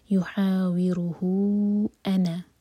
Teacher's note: وہو یحاوروہ، اگر یہاں سانس ٹوٹتی ہے تو ہا کو ہم ساکن کریں گے. یحاوروہ، کنٹینیو کریں گے تو ہو چار حرکہ لمبا ہوگا، یہ ہے مد صلہ کبرا